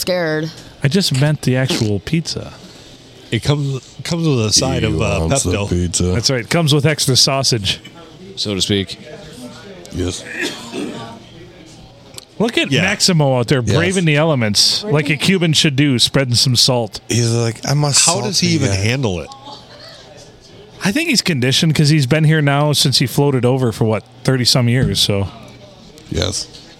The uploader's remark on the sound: Recorded from a totally ruined (by us) Blue Water Sports Bar and Grill on a Monday night when it was snowing and blowing like the blue blazes.